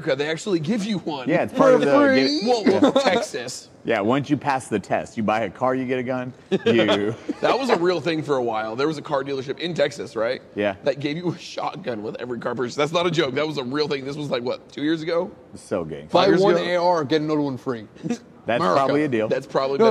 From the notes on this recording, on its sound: FILMED IN SOME RANDOM HALLWAY LIVE FROM GCX IN FLORIDA!